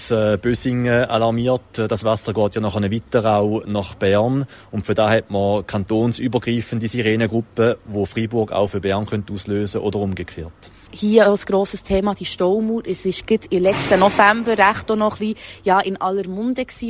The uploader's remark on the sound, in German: Der jährliche Sirenentest fand heute statt, und wir waren live dabei.